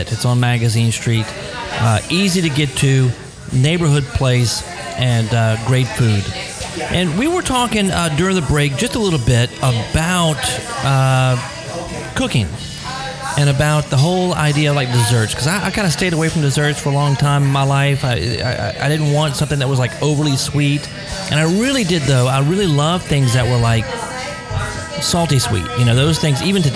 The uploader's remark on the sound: Exciting show today on location at Cavan restaurant on Magazine Street in New Orleans.